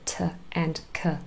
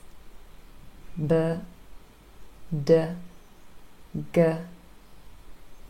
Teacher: Aspirated means that there's a little h sound, a little puff of air that follows these sounds. · Shown in: first take